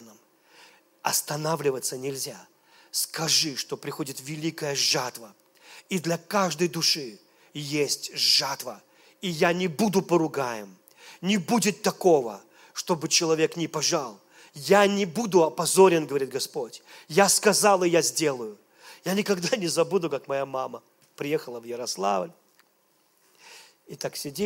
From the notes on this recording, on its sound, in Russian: Запись с молодежного служения Церкви Божьей города Ярославля.